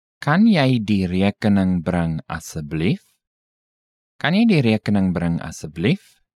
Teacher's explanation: Note the rising intonation.